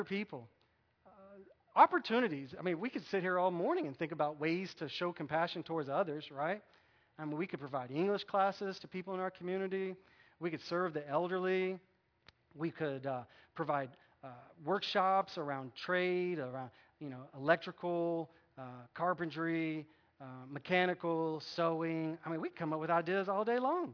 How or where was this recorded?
large echoing room